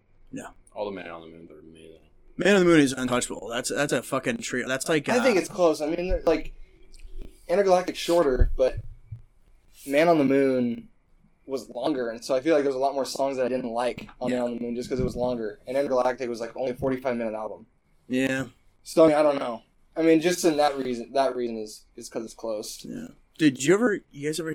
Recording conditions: distortion